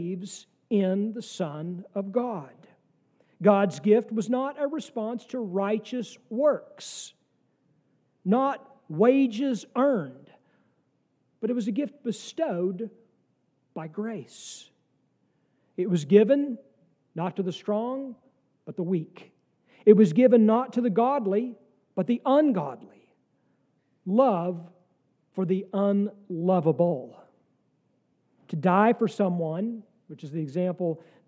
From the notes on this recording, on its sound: Sermon from our service on the second week of Advent, December 10, 2023.